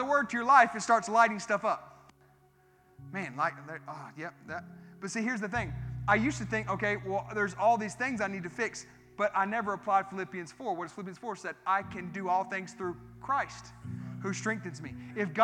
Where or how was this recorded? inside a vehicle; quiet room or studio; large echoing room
large echoing room